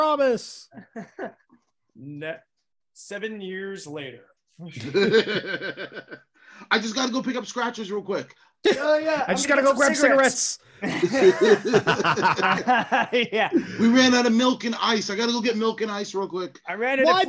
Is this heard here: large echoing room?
no